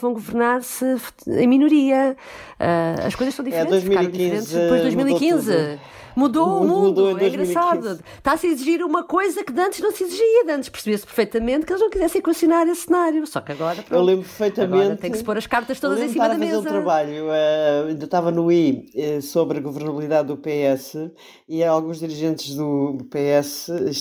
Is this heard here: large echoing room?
no